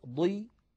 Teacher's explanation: أقل مراتب هذه الحروف هي أن يكون الحرف مكسورا، فالكسر يضعف من تفخيم الحرف ولكن لا يفنيه. يعني ضي هي أقل من ضا ولكنها مفخمة، لا تخرج عن كونها مفخمة. · Term: التفخيم